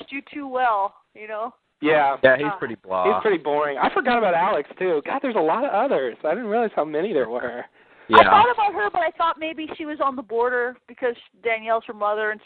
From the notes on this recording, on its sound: Recorded Live on Talkshoe